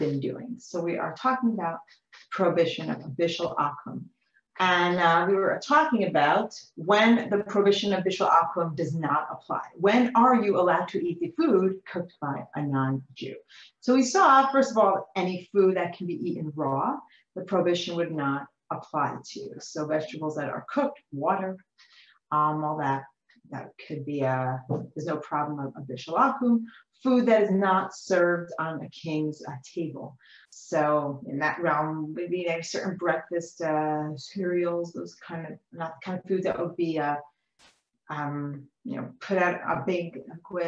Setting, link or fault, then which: link, video call